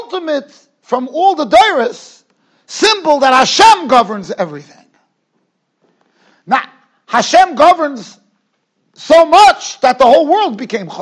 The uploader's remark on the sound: Shiur recorded in Yeshivas Ohr Reuven, Monsey, NY.